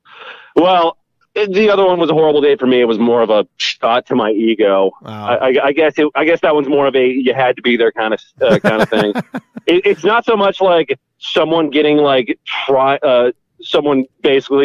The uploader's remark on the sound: The bad advice question/call in show.